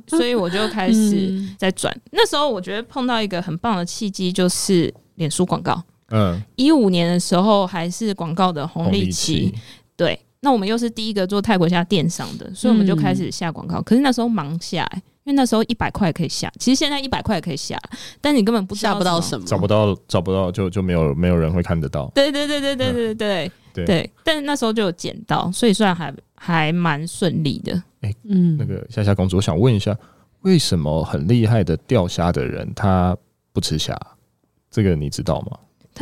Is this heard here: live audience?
no